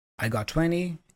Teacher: She again drops the T in 20. · Term: NT reduction